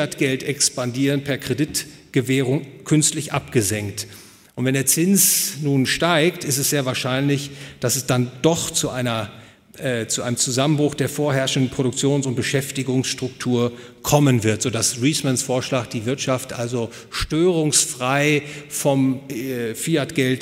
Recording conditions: live audience